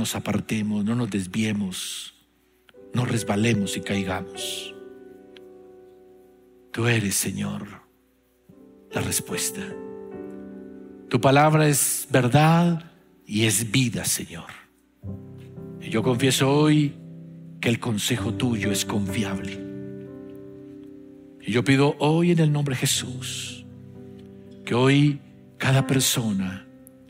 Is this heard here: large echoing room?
yes